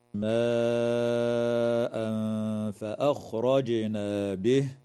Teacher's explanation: ويخفى التنوين عند الفاء مع الغنة مرققة في قوله تعالى: ماء فأخرجنا به، وفي قوله تعالى: شيء فأخرجنا، وفي قوله تعالى: قنوان دانية.